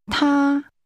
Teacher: The Mandarin word for he is pronounced with a high-level tone.